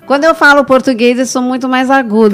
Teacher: Porque é bem nasal, vai lá para cima.